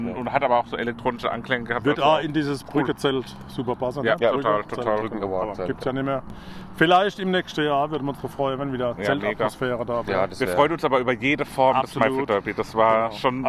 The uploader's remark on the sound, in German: Maifeld Derby Festival. Wir berichten erneut mit einer Folge direkt vom Festival!